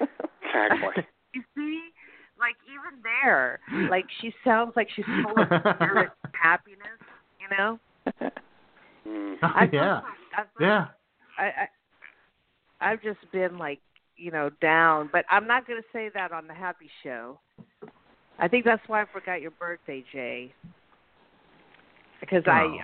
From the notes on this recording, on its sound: Your phone calls. IWS Radio presents: The Happy Highway Of Life.